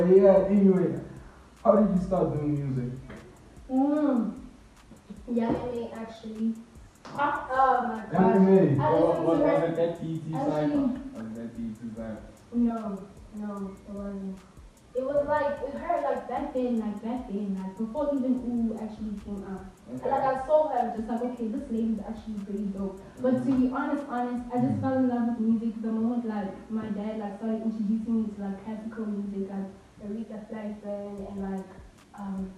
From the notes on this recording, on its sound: Due to technical difficulties the audio quality has been affected we would like to apologize for the inconvenience